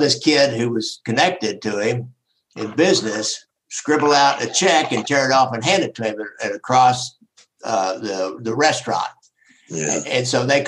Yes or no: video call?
yes